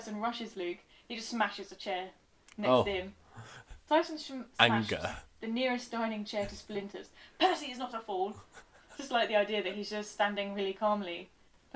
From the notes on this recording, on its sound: Apologies once again for the sound issues, we had some problems with one of the microphones. This podcast seems a bit cursed when it comes to sound issues.